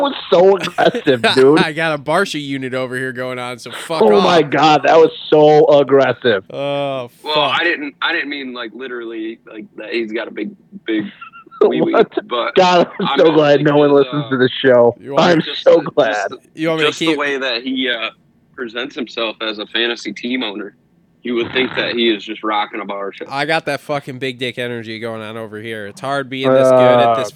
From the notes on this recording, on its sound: jump on the phone